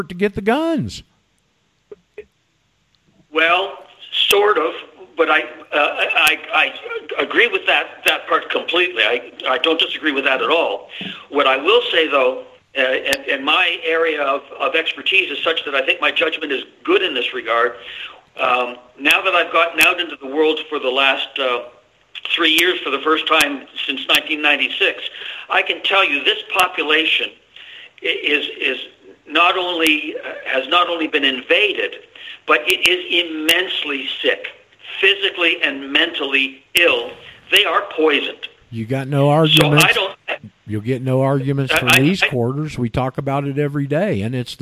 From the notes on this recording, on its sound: Trying to find out how Skype is now working was one of my objectives for today's show. Did it, did not correct the problems MicroSucks created in the previous 'updates'. Called.